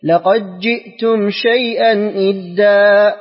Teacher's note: يدغمون الدال، دال لقد في جيم، في جيم.